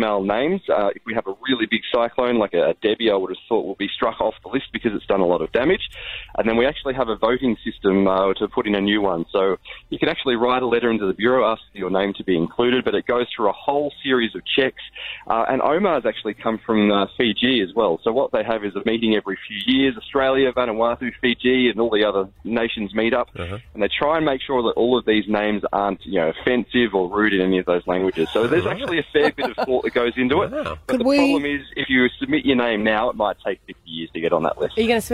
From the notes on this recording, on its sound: called in with some exciting news